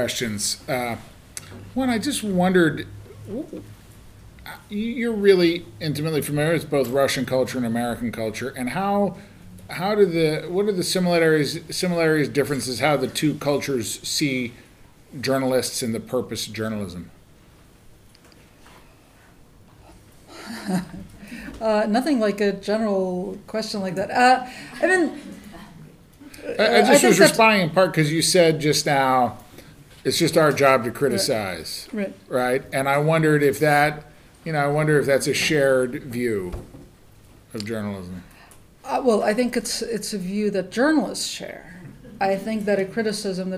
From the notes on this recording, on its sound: During a visit to the Shorenstein Center. This Shorenstein Center Speaker Series event was recorded March 28, 2017, at Harvard Kennedy School.